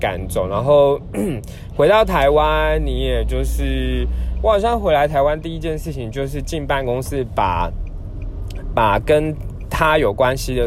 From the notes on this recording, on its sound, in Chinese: 本次換個空間：開車移動時錄音，有點雜音請見諒～。